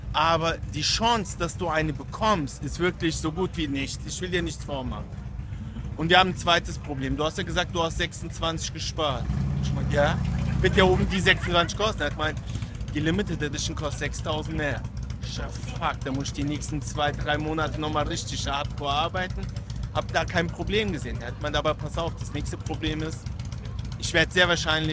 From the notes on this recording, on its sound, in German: Die Story habe ich mal kurz auf der Magic Bike Rüdesheim am Rhein aufgenommen